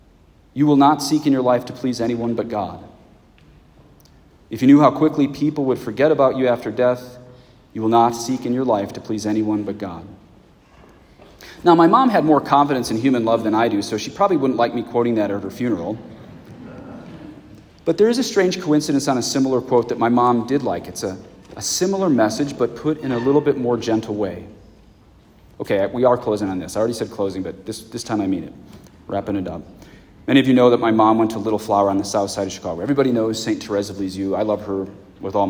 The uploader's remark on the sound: the funeral sermon I preached at my parents' parish at a Mass in English